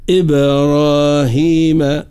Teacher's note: صفة القلقلة لحرف الباء الساكنة وتفخيم الراء بعدها